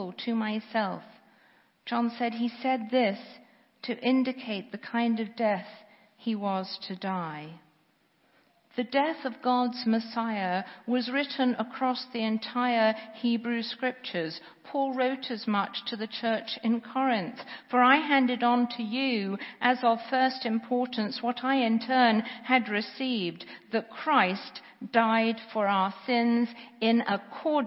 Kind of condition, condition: setting, large echoing room